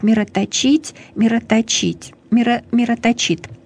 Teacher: Ударение на последний слог.